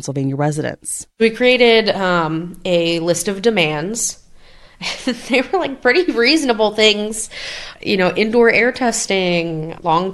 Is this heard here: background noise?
no